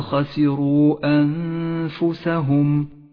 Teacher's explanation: في كلمة أنفسهم قد خسروا أنفسهم النون الساكنة وبعدها حرف الفاء تخفى النون بالفاء مع بقاء غنة للنون زمنها حركتان · Term: الإخفاء